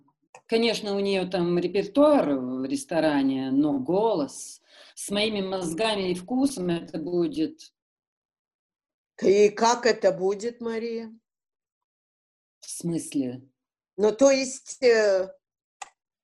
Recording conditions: video call